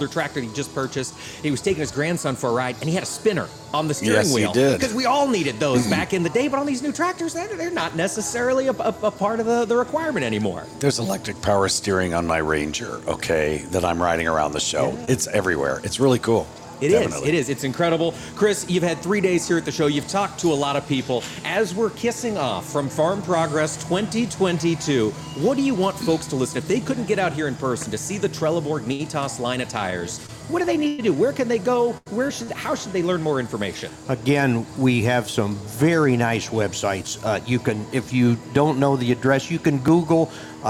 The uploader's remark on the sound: On location from the Farm Progress Show in Boone, Iowa for day 3. Broadcasted from the Trelleborg booth.